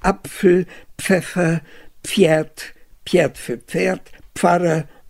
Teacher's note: Das P ist zu PF verschoben.